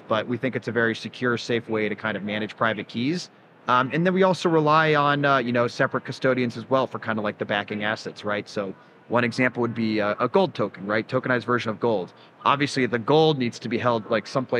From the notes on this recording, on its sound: Live from Consensus 2023